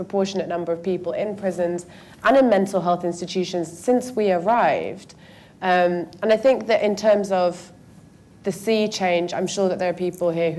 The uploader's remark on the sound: Recorded at Foyles, Charing Cross Rd, 23rd March 2016 at the second in the Our London event series in collaboration with Compass and co-hosted by Novara Media.